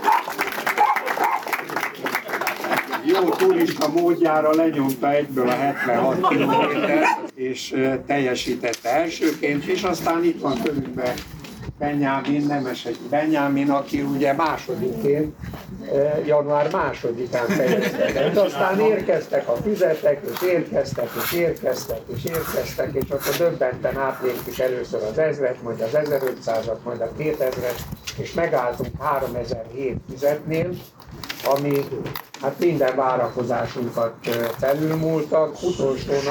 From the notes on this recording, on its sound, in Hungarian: Amely rendhagyó módon nem egy személyesen vagy online felvett beszélgetés, hanem tudósítás egy rendezvényről.